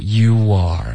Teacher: 应该是连读 youare，有一个窝音添加进去了